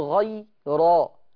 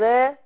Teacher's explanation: غي مش أما باجي بقرأ لحفص بقول غيرا لأن حفص هيفخم را لكن ورش هنا هيقول را يرقق را